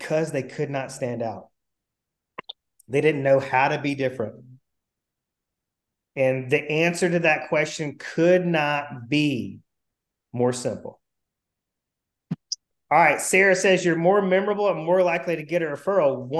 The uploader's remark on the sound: Replay of my weekly group coaching call via Zoom. Replay of my weekly group coaching call via Zoom.